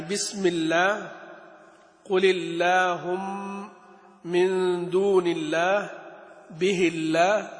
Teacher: في الأمثلة اللي موجودة هنا قل اللهم، هذه الوحيدة اللي الكسر فيها عارض، أما بسم الله، من دون الله، به الله، الكسر أصلي، سواء كان كسرا أصليا أو عارضا فإن اللام من لفظ الجلالة ترقق